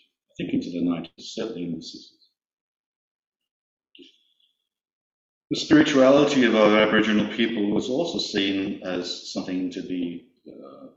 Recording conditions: poor sound quality